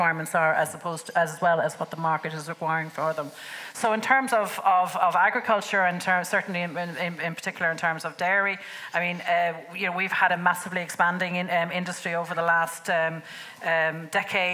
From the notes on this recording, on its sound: Apologies for the audio quality from 0.09 to 7.57 due to a technical problem during recording. Episode recorded in the RDS with a live audience.